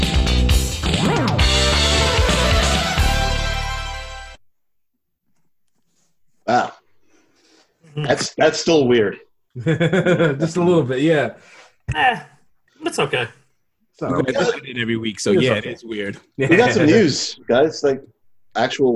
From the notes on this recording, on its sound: We're in the middle of lockdown central. This is the audio recorded from a video session we did, so you'll hear references to visual stuff.